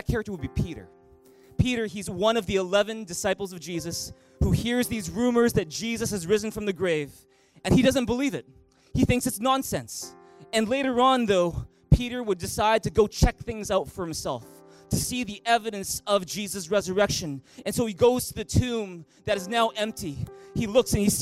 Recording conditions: large echoing room